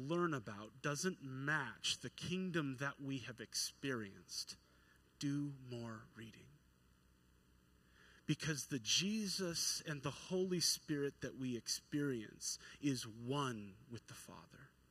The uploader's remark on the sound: at New Horizons Church in McMinnville, OR on Sunday morning